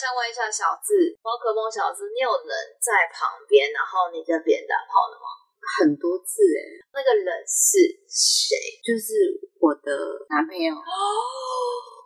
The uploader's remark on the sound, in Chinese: 多人錄音聲音品質較差請見諒